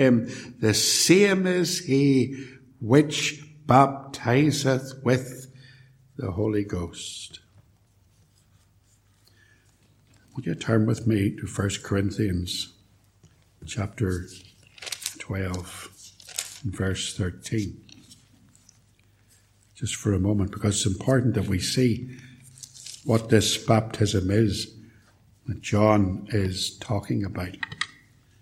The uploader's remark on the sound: A sermon preached at Ballymacashon and Templepatrick, and recorded at Templepatrick Reformed Church